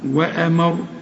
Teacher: الراء هنفخمها لأنها مضمومة عند الوقف وعند الايه الوصل هنفخم، هنقول وأمر.